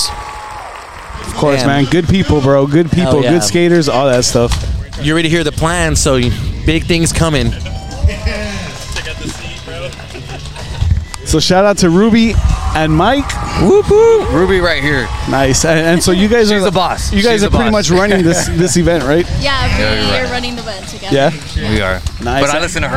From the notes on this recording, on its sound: live from South Padre Island at The Beach Bash Skate Jam hosted by TCA Media